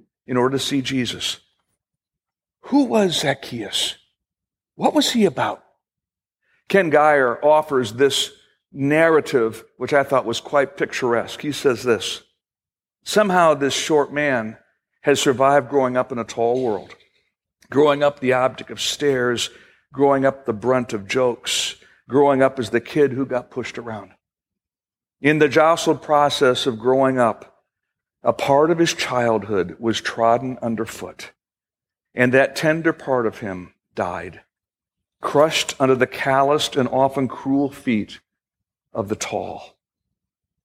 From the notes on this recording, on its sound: At Fellowship Missionary Church, Fort Wayne, IN.